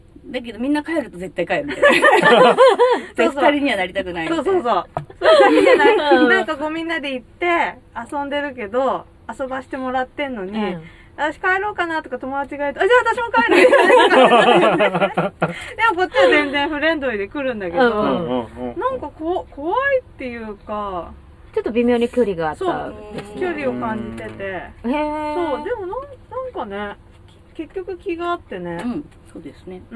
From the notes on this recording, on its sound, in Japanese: 祐天寺の古着屋 gargen730さんで特別収録！目黒区祐天寺1-15-4第二山本ビル101。